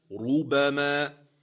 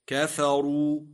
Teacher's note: ثم قال الشيخ زكريا: أو ضمت، أي الراء تفخم أيضا إذا كانت مضمومة مطلقا